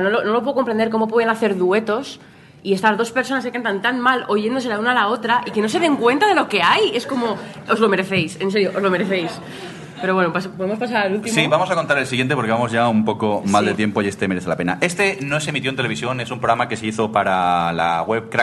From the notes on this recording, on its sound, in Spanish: con un directo en Madrid desde las octavas Jornadas de Podcasting